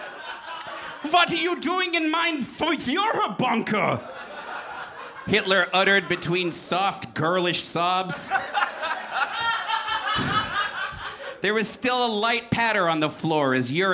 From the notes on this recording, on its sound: Recorded at the Davis Square Theater in Somerville, MA, on December 28, 2013.